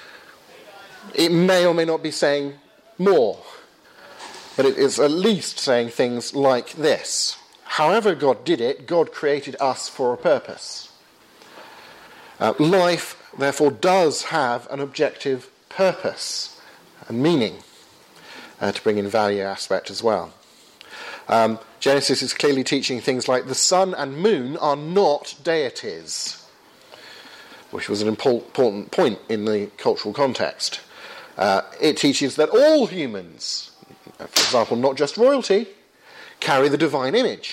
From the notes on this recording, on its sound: Lecture with Q&A, delivered at a DNA training day in London, 28th April, 2015.